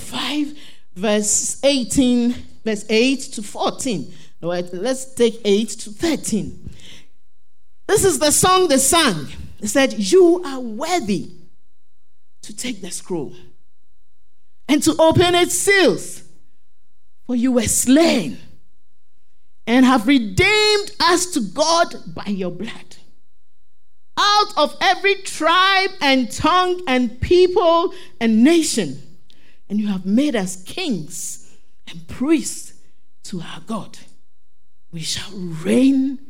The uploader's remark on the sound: Sermon preached at CBC Shiashie Campus